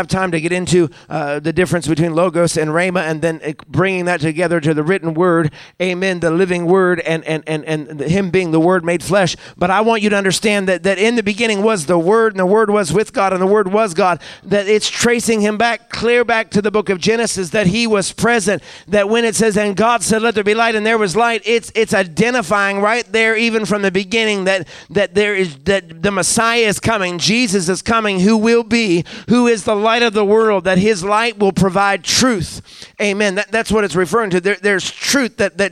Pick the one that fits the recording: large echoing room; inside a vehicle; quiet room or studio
large echoing room